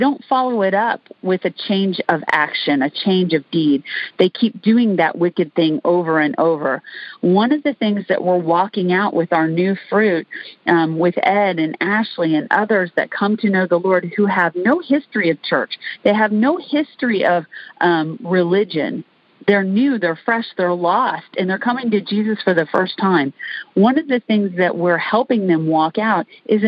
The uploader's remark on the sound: Recorded during the "Intercessor's Arise" weekly teaching, prayer and equipping call